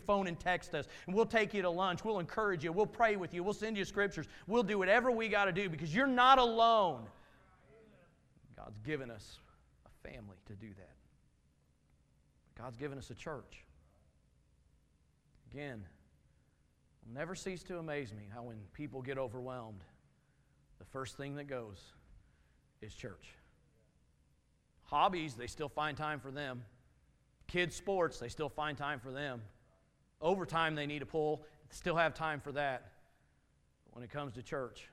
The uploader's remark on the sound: Message from Sunday evening service